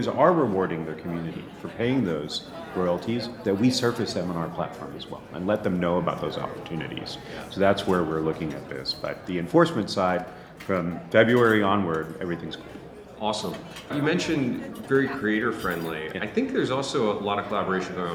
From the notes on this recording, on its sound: Live From Links NYC 2023